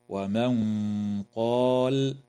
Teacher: وتخفى النون الساكنة عند القاف مع الغنة مفخمة